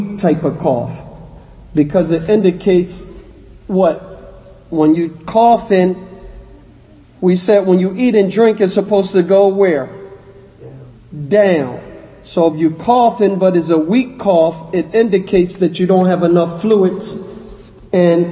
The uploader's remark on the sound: Lecture given at Masjid Nur Allah, Queens, NY